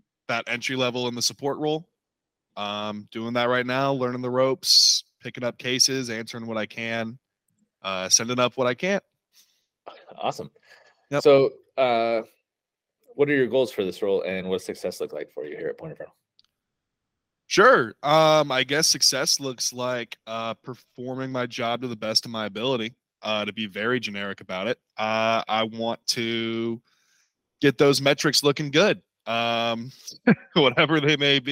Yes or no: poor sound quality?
no